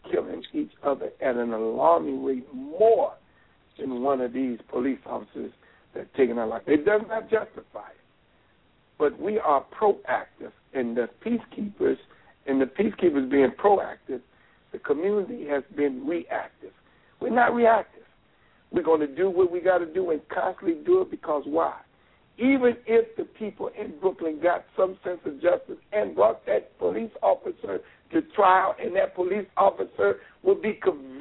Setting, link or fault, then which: link, phone line